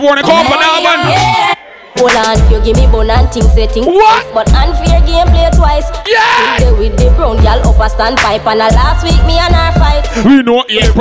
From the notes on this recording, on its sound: BLU POP UP PARTY LIVE AUDIO